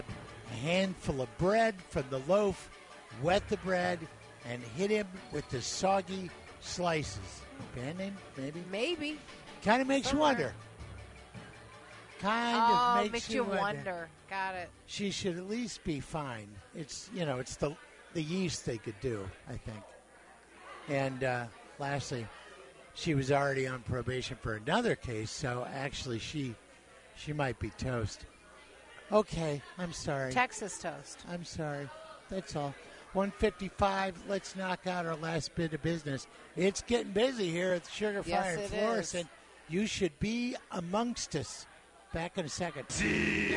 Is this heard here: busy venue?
yes